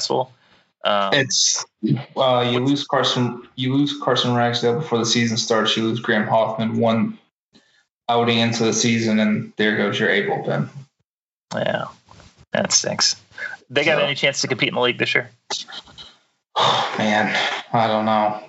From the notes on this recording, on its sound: via Skype